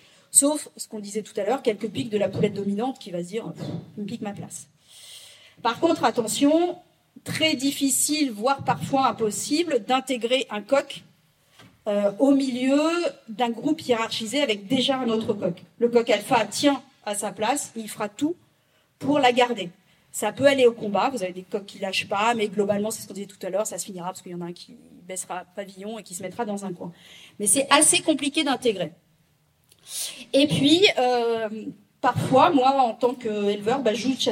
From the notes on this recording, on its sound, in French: lors de cette conférence donnée aux Rencontres des intelligences animales 2023